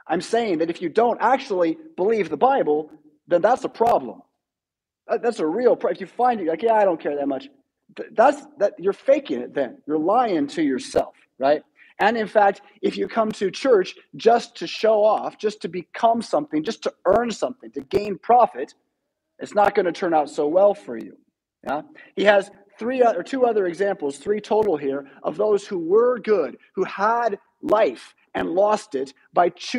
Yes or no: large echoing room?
yes